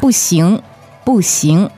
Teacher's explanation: BU fourth tone, XING second tone.